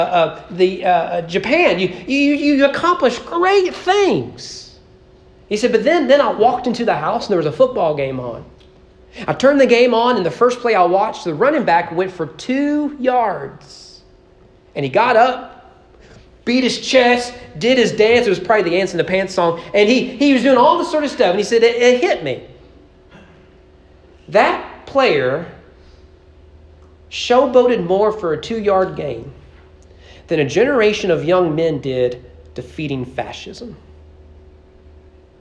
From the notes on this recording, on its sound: Sermon preached on June 18, 2023 during morning worship at East Frankfort Baptist Church as part of our Father's Day celebration.